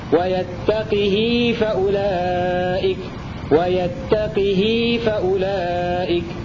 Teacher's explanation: قرأ بكسر القاف والهاء وصلتها بمقدار حركتين